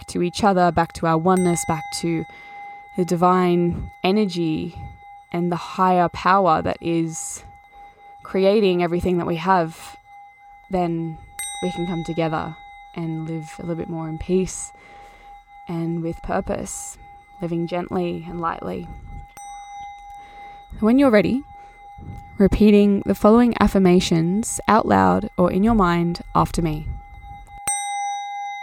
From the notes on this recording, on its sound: The sound bowl/frequency in the background of this episode is a Crown Chakra Tibetan Bowl for increased power.